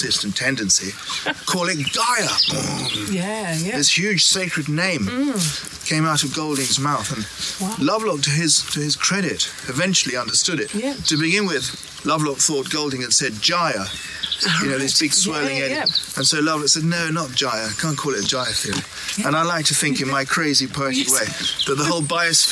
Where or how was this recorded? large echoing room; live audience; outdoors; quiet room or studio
outdoors